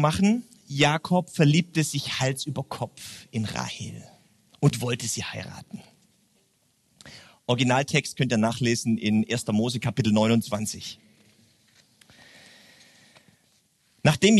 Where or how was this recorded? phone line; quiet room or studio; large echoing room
large echoing room